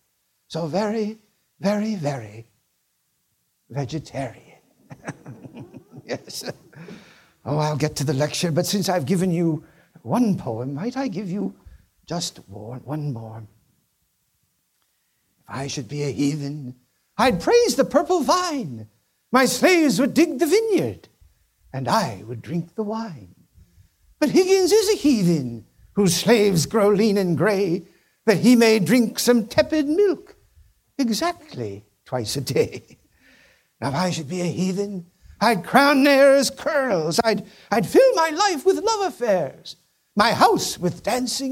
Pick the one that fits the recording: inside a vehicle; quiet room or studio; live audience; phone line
live audience